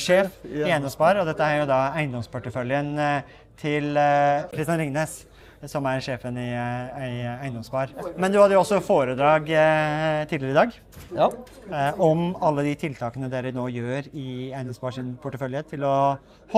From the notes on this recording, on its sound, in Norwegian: LIVE fra NemiTek sin Energiteknisk konferanse.